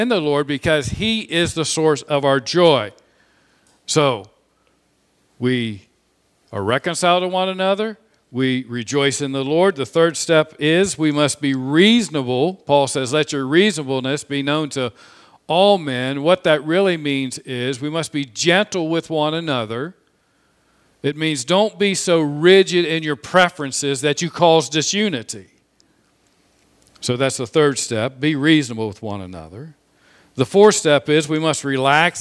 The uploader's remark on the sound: This sermon was preached on Sunday, May 9, 2021 from the pulpit of Grace Community Church in Berea, KY.